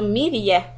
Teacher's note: the ra sukun is preceded by kasra, so mir ya, it's going to be soft ra